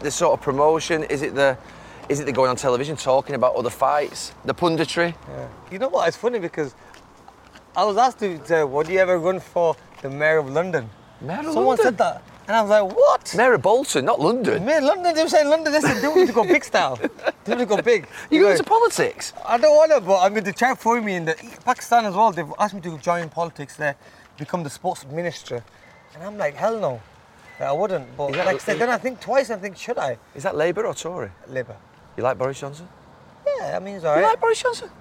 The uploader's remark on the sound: we walk around Bolton and visit his gym